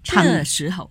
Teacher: 注意一下那个时候的后字要读轻声